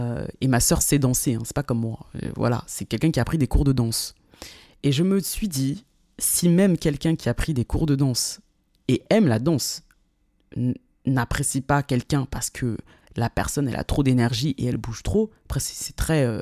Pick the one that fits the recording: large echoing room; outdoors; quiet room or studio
quiet room or studio